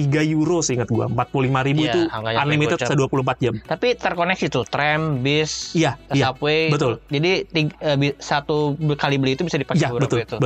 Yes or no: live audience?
no